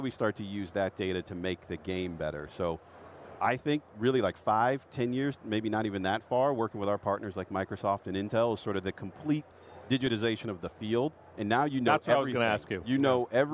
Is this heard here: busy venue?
yes